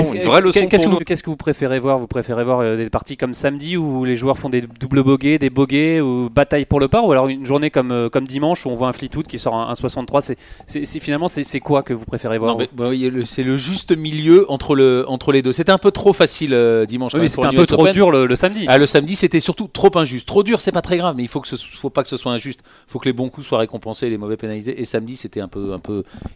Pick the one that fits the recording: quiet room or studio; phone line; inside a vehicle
phone line